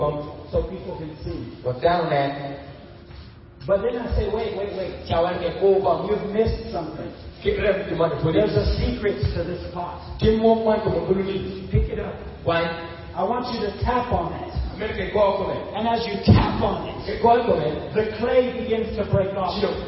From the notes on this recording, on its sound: This sermon was preached at the believer's conference of the 2017 Ukombozi Gospel Outreach in Gulu, Uganda.